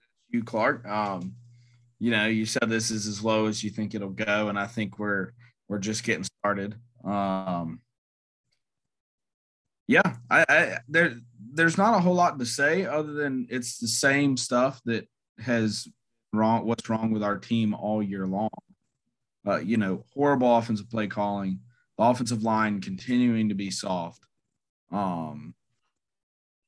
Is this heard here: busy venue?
no